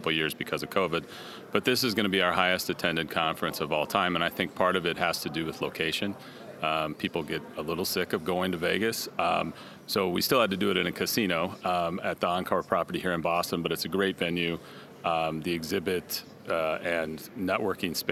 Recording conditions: busy venue